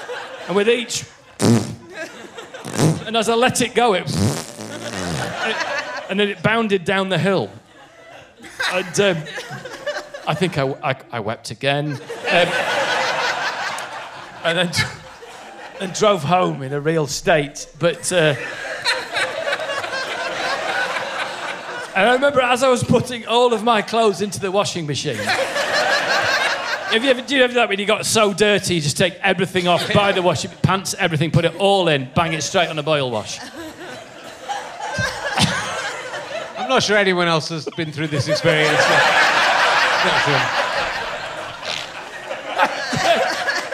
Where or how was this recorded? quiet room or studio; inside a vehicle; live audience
live audience